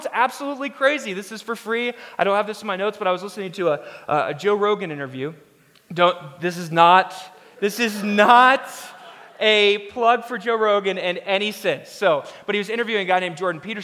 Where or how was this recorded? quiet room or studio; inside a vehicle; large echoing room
large echoing room